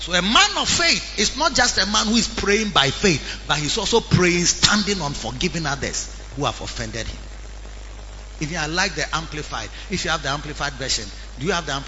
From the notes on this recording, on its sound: Preached at the Lighthouse Chapel Int.